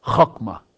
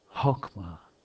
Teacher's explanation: It's actually a hard H. It's not aspirated, but it's guttural. · Shown in: first take